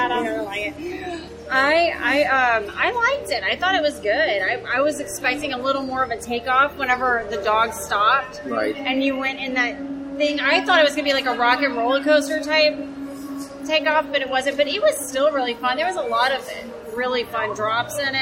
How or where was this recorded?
busy venue